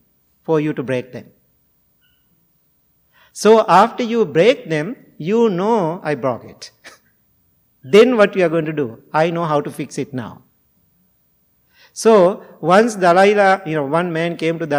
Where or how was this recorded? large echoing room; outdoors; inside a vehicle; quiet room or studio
large echoing room